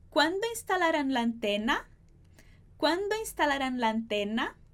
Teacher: A gente sobe a voz bem no finalzinho da pergunta. · Term: entonação